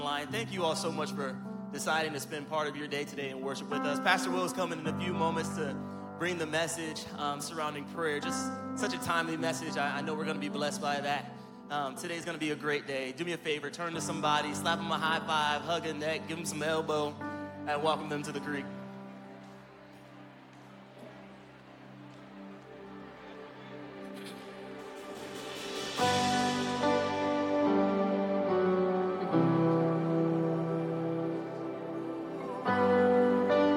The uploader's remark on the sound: Recorded live at Stevens Creek Church.